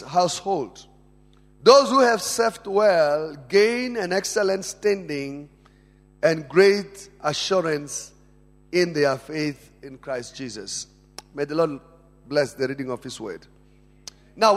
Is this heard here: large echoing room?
yes